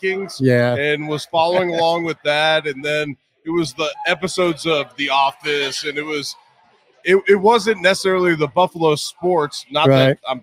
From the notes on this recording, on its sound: For a sit-down conversation taped a few nights ago live from Imperial Pizza in South Buffalo. Thank you again to Imperial Pizza (1035 Abbott) for hosting this live series.